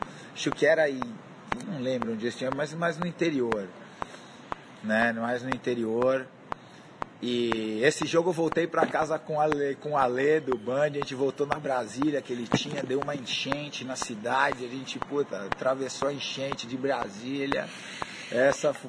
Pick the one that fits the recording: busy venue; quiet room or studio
busy venue